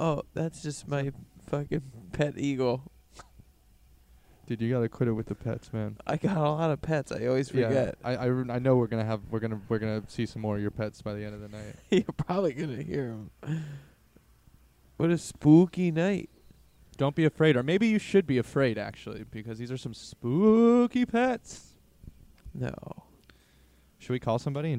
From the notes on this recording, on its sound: The episode is recorded in a haunted forest so there is background noises throughout.